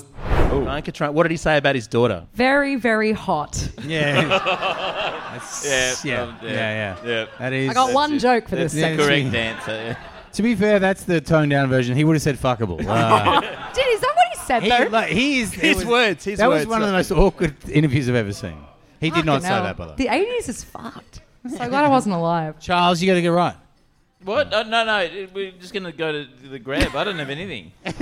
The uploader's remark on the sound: LIVE from the Pub!